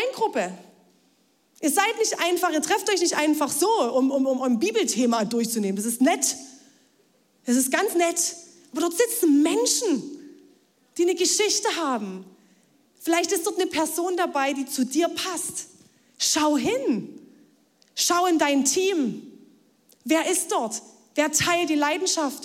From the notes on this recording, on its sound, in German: Audiomitschnitt der Predigt